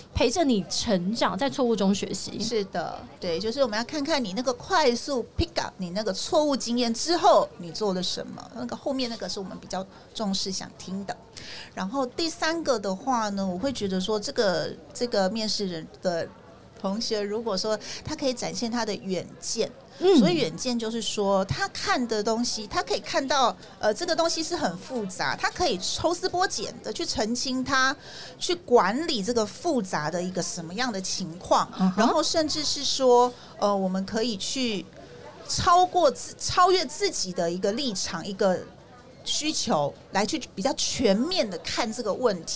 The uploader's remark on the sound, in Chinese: VISION 2022 臺大校園徵才博覽會-Live Podcast